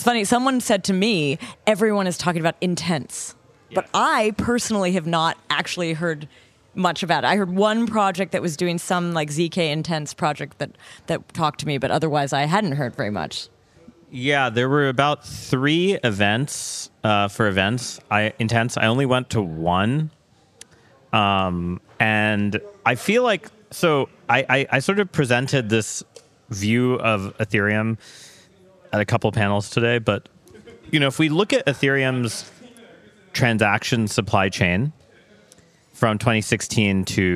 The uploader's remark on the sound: Spontaneous session recorded at Devconnect 2023 in Istanbul! Spontaneous session recorded at Devconnect 2023 in Istanbul!